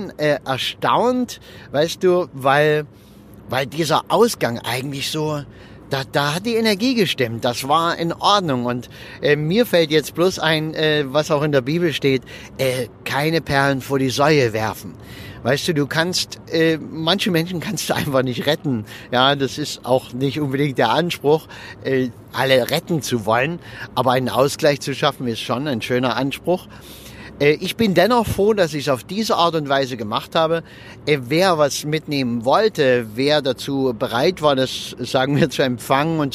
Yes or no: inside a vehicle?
yes